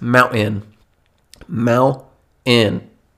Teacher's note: there's a straight up like gap in the middle of that word, where there's just no T, there's no D, there's just no sound, and it's just like a pause